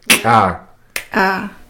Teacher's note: A little bit deeper. It's like a tearing sound.